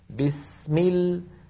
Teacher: السين أطول بقليل من اللام.